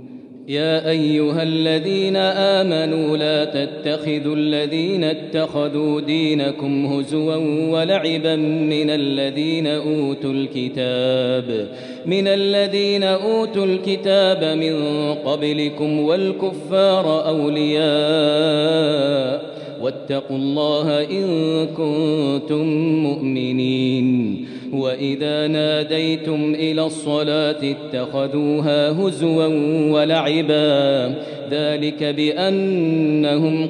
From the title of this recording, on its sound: 8th Ramadan 2020 Taraweeh Prayer in Masjid Al Haram, Makkah, Saudi Arabia